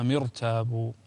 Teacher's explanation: الراء ساكنة وقبلها مكسور لكن الكسر ليس أصليا لذلك تفخم الراء